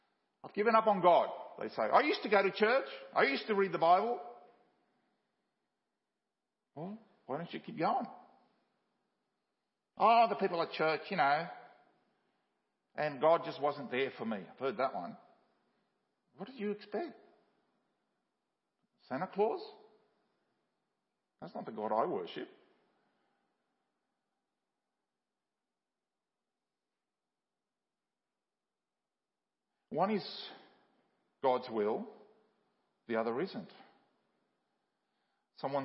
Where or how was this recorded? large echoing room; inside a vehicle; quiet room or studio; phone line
large echoing room